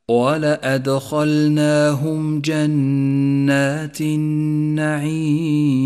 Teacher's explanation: جاء حرف الميم الساكنة وجاء بعده حرف الجيم، والواجب هنا أن تظهر الميم الساكنة وأن يظهر حرف الجيم الذي بعدها من غير غنة أو تشديد · Term: الإظهار الشفوي